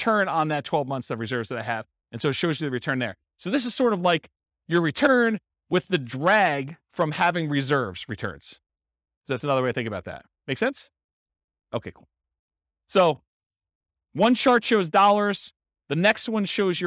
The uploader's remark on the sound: This was a live class recorded